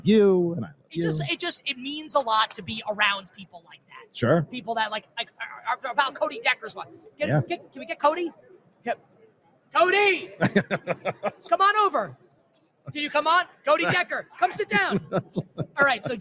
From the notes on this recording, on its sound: LIVE from Radio Row in Las Vegas!